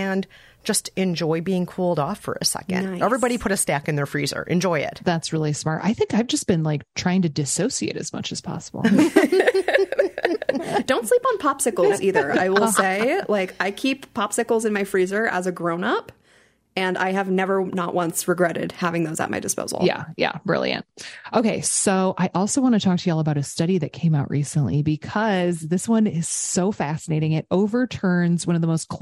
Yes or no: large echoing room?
no